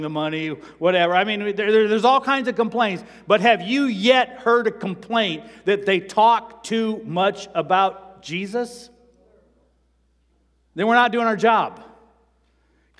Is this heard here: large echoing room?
yes